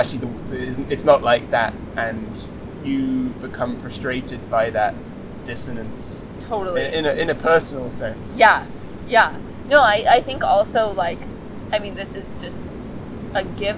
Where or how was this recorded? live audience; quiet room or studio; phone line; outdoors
outdoors